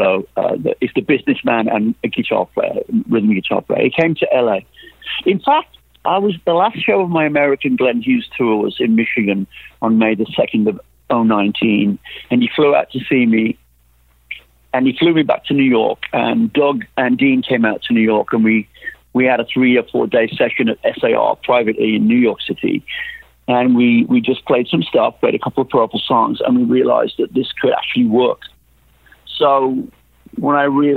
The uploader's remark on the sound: The podcast features the complete unedited/uncensored interviews, from the time the phone rings until we hang up